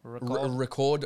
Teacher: Le R, il est complètement pas dans la gorge.